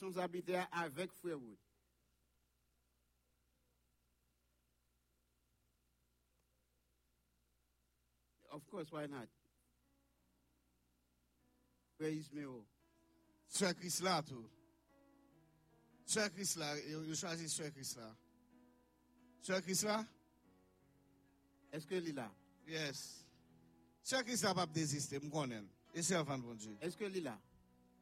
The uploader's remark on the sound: Sunday Service Live